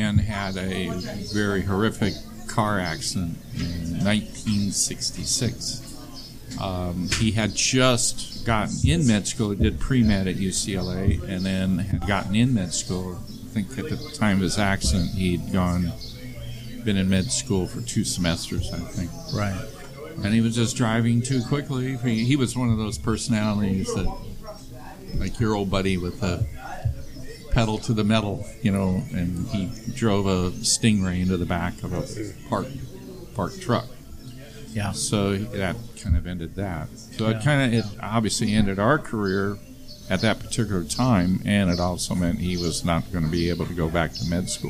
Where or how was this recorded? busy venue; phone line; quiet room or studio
busy venue